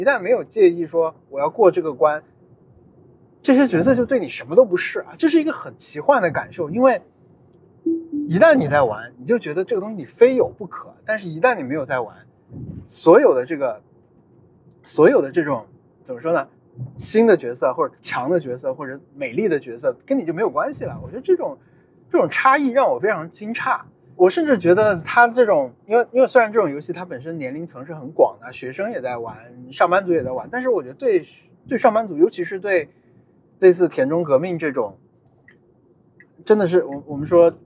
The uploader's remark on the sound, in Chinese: 本期节目在车内录制，视听体验都不怎么样。踢球回家路上。